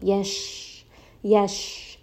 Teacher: sheen is a letter of tafashi, meaning that sound is kind of spreading within the mouth. So you can rest on this for a little bit and then give it a little bit of that kind of spreading sound.